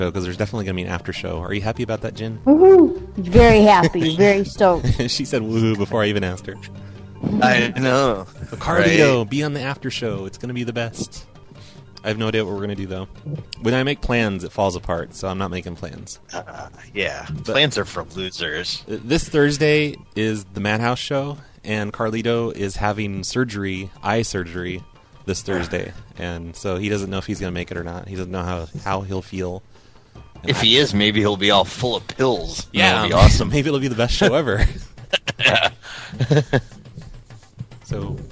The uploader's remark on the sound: Prank Phone Calls